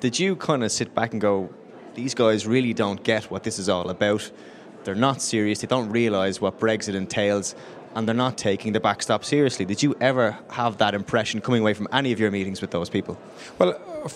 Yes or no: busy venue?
yes